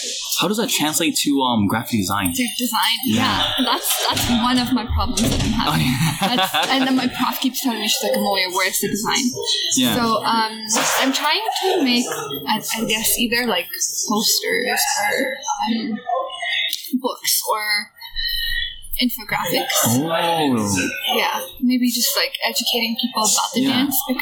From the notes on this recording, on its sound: Super Sorry about the sound quality, we couldn't get a nice room so we just did it on a table in a study area.